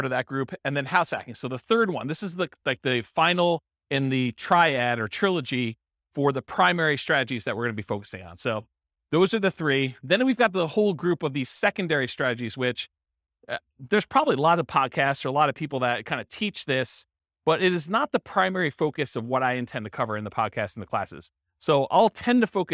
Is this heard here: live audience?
yes